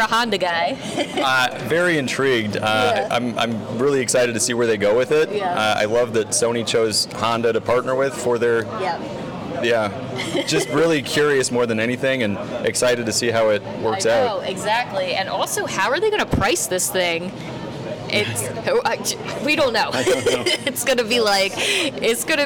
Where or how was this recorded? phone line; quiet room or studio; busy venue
busy venue